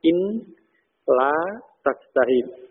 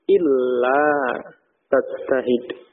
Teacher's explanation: Nunnya masuk ke lam dalam pengucapan. · Shown in: second take · Sehingga menjadi illa tajtahid.